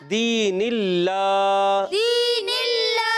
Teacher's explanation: اللہ پاک کے لام سے پہلے زیر آئی تو یہاں اللہ پاک کا لام ہم نے باریک پڑھنا ہے